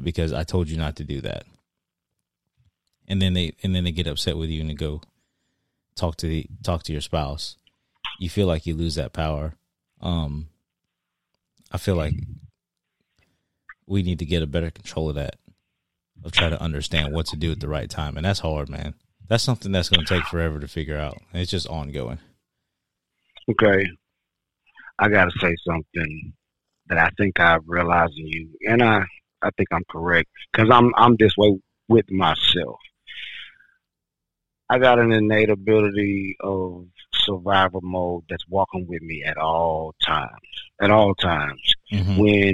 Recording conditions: phone line